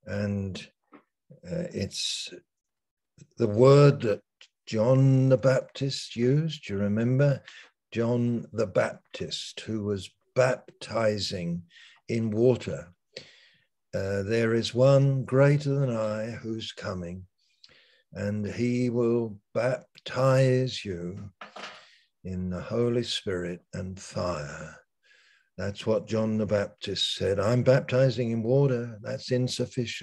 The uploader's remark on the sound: Malaysia Meets (Zoom)